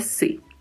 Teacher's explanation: É se mesmo que se pronuncia, não é si, é se.